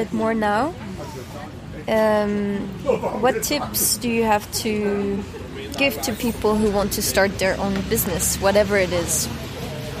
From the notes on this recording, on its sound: It was a windy day, be aware of the noise!